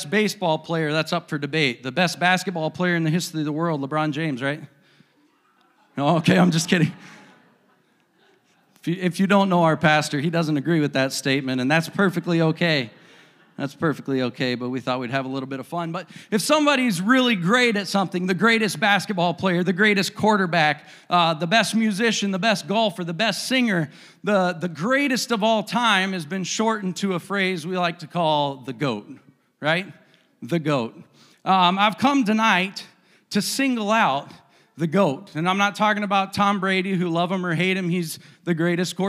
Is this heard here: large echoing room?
yes